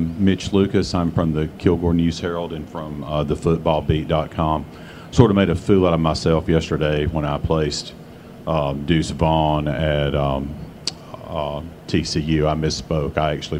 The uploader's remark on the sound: press conference at Big 12 Football Media Days